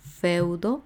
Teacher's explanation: Feudo, el diptongo se forma en la E y la U, feudo, y son dos sílabas.